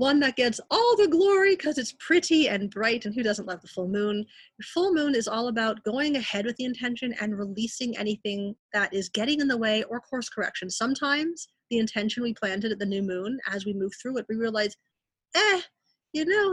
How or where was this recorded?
video call